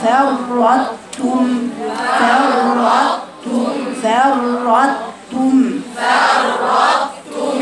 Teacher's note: فاء رقيقة، الراء مشددة، يبقى عندك رائين، فر وبعدين استعلاء الطاء واتبقى فرط وبعدين تم فرطتم فاء رقيقة والراء مفخمة، اتنين راء مفخمتين، فر وراء ساكنة والثانية متحركة، فرطتم افصلوا بين الفاء الرقيقة والراء المفخمة.